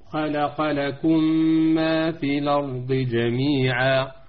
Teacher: والأمثلة كثيرة، مثلا خلق لكم ما في الأرض جميعا، خلق لكم ما في الأرض، أنا ميم ساكنة لكم ثم ميم متحركة، ما لكم ما في الأرض جميعا، فتدغم الميمان وتصير ميما واحدة · Term: الإدغام